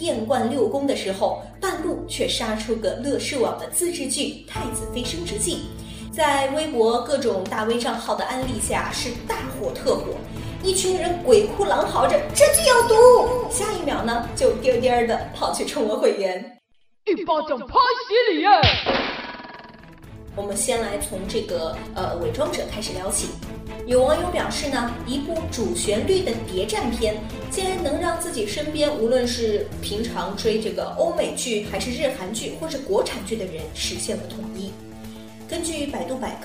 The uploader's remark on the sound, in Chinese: 这期节目是我忙里偷闲临时在洗手间录制的，所以听上去有可能怪怪的，也许会更有味道噢！